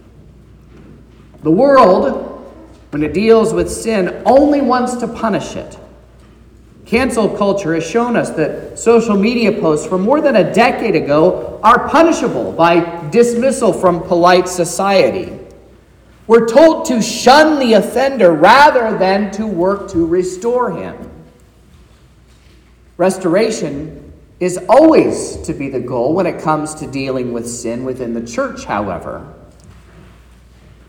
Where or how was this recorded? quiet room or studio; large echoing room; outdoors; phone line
large echoing room